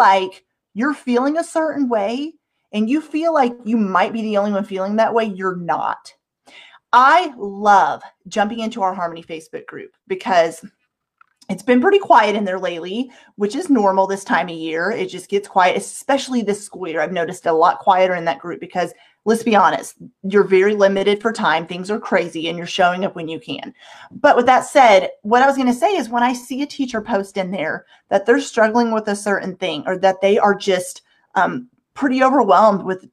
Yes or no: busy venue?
no